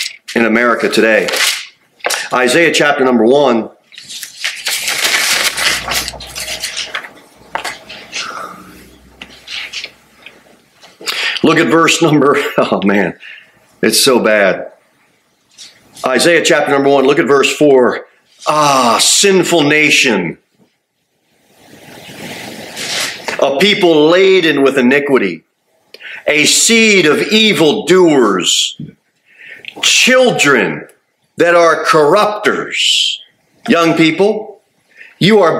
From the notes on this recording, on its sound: Sermon delivered at Pilgrim Baptist Church on Thursday, December 21, 2023, at 6-15 pm. Pilgrim Baptist Church, located at 229 W. Jere Whitson Rd.